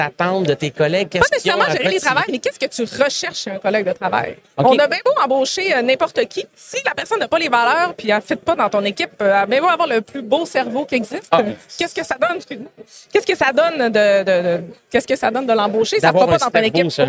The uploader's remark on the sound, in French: En direct du Transal Saguenay